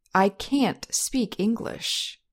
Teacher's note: in both sentences with the negative auxiliary, can't or cannot, there is stress on the auxiliary verb · Term: stressed auxiliary